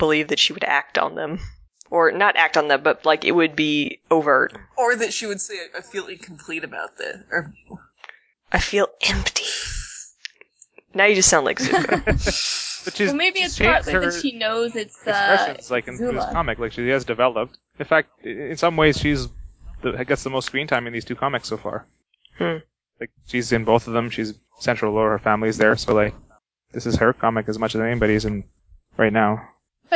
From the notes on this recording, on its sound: The audio was reclaimed from several records, apologies for the varying quality.